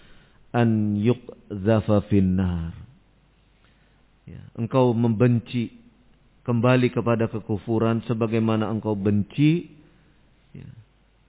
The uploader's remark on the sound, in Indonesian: Audio Rekaman Kajian. Tempat : Masjid Annur, Ma'had Dzunnurain Limo Depok.